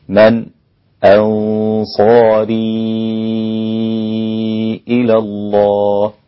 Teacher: إذا وقف حمزة من أنصاري، وإذا وصل من أنصاري، أو إذا وصل طبعا حمزة له السكت، سكت على النون الساكنة قبل الهمزة